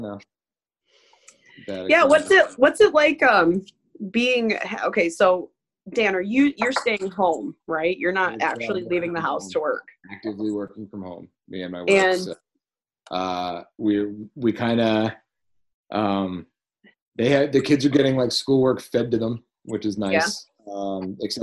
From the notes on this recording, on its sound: You can hear it happen in real-time during our Zoom episode with the guys from JOKR.